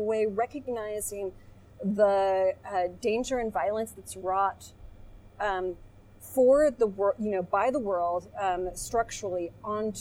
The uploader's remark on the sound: It is our first episode at Cahoots Coffee Bar in St. Paul and we're outside, so you, our loyal listeners get to hear us dodge planes, ambulances, and window air conditioners.